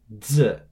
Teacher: your tongue, starting firmly attached to the roof of your mouth at the beginning of the sound, eventually detaches from the roof of your mouth at the end of the sound Z. At the start of the sound z, it should kind of feel heavier in your mouth and become lighter at the end as your tongue detaches from the roof of your mouth.